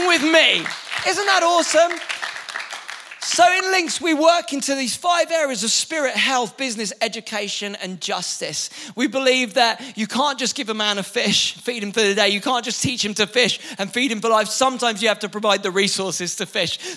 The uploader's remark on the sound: Recorded live at the Chesterfield Campus this is the message from the evening service on the 17th November 19.